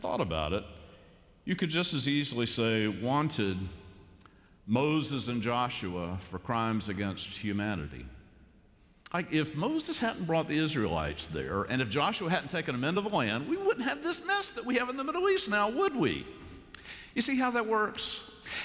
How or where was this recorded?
large echoing room